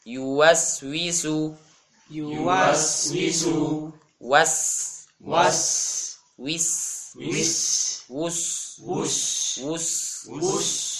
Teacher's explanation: Jadi sifat safir nampak jelas ketika disukun.